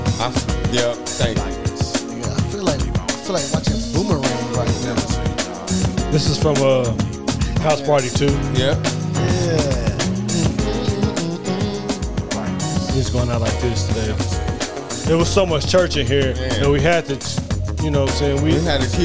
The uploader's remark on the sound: Live from The Playas Club